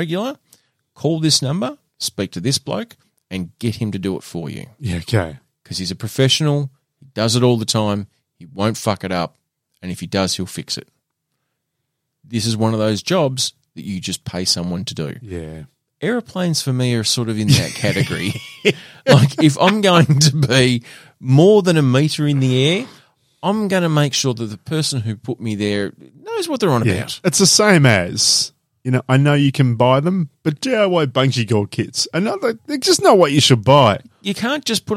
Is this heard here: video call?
no